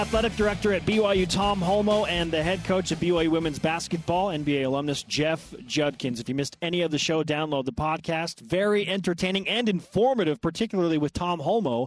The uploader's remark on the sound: BYU Sports Nation is live from Las Vegas for the WCC Tournament.